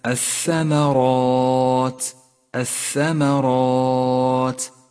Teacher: فخمها لأن الراء التي قبلها مفخمة والألف تتبع ما قبلها في الترقيق والتفخيم · Term: الألف المفخمة